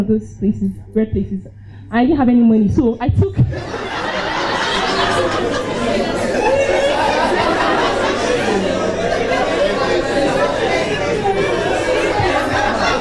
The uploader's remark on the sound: Three Stories from our live event on May 5 2018.